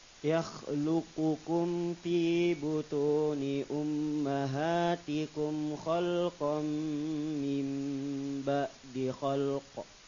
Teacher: gunnah, tahan, digabung suaranya ke mim, tahan dua harokat.